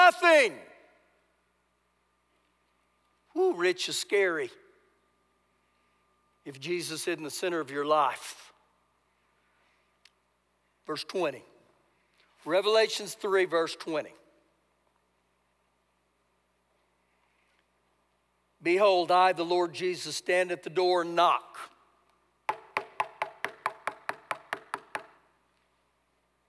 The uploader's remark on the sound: Recorded live during our Sunday service